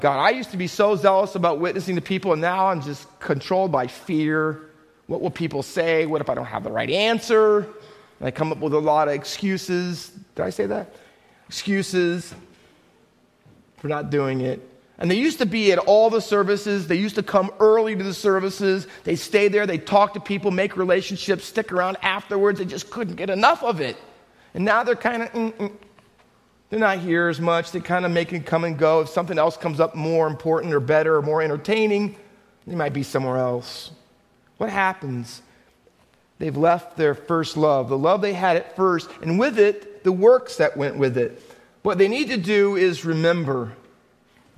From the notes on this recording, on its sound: Faith Baptist Church in Hamilton, NJ.